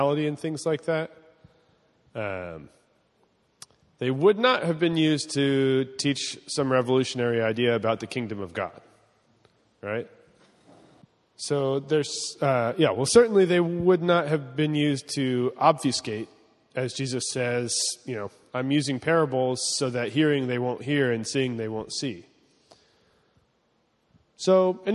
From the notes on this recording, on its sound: (class format). This is a recording of the week 5 of Part 1 of our in-person course.